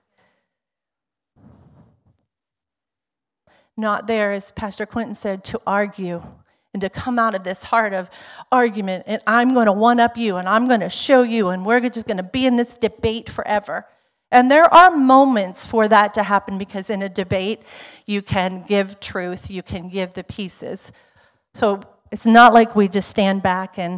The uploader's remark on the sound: Was recorded on Sanctity of Human Life Sunday , January 22nd, 2023, during service at The Anchor Church in Rockport, Maine. Was recorded on Sanctity of Human Life Sunday , January 22nd, 2023, during service at The Anchor Church in Rockport, Maine.